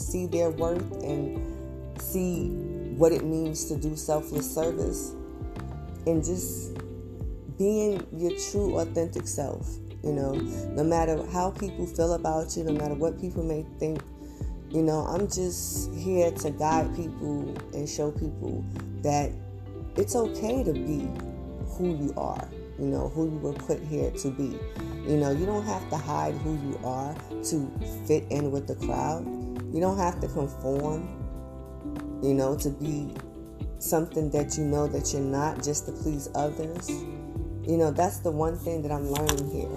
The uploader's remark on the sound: There are two different background sounds couldn't change it before uploading sorry.